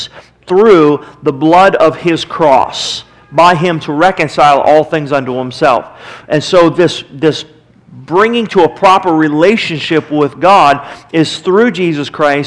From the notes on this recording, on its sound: Sermon was recorded March 22, 2009 at Northside Baptist Church of Elkhart, Indiana